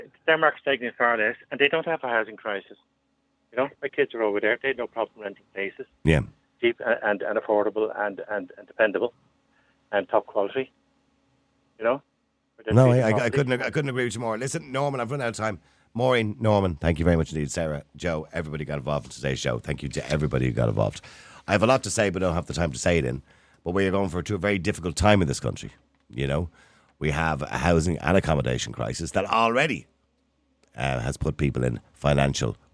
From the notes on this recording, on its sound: Opens the phone lines to invite callers. The debate among the callers becomes heated at times.